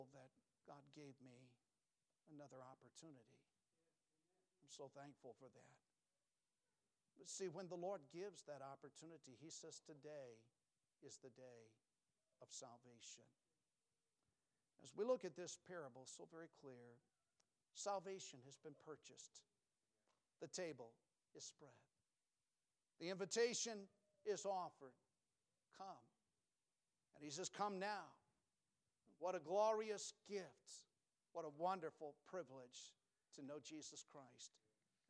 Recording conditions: large echoing room